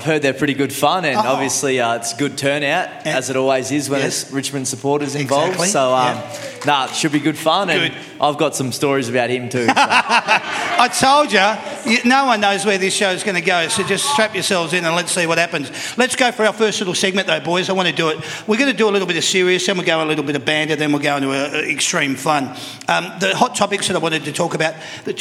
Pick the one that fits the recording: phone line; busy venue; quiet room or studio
busy venue